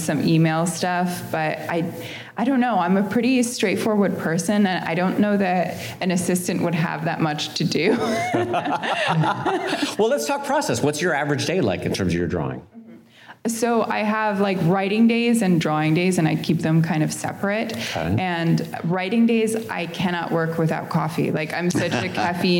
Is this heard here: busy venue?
yes